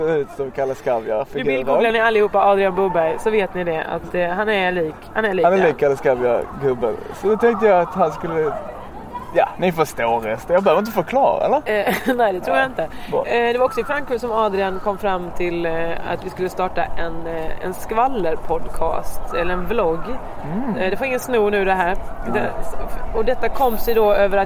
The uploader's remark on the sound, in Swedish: Vi är i Tokyo, sumimasen för att ljudet är så kantat av asiater som talar sitt vackra språk rätt in i örat. Jag har blivit jätteförkyld så det är inte mycket kul ni får ur mig.